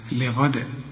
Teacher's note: إذا وقفت قلقل الدال، كل دال في القرآن تقف عليها قلقلها، لأنك هتقف بالساكن عليها لغدا.